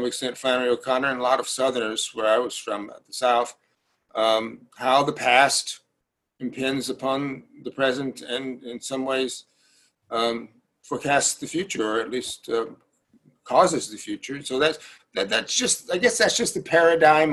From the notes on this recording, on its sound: Live Recording. This conversation was recorded online during the Covid-19 crisis.